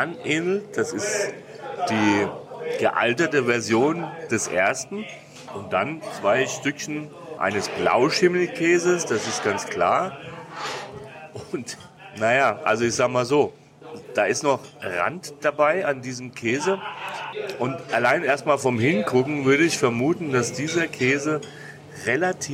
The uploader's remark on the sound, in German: Das Lasal in Zamora. Wir haben ein großartiges Fine Dining Tapas Erlebnis dort erleben dürfen und den Podcast live beim Essen gesprochen.